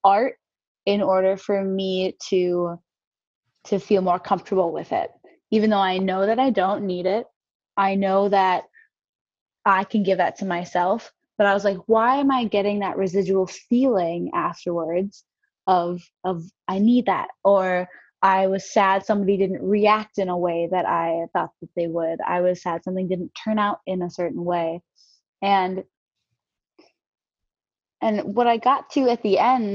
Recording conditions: video call